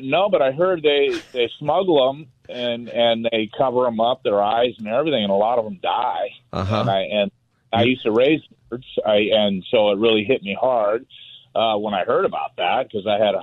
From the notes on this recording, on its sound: Listeners call in and give their opinions.